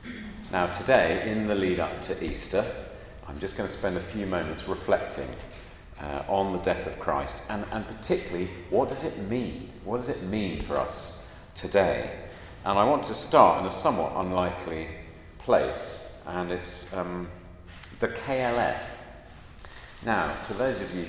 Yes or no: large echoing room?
yes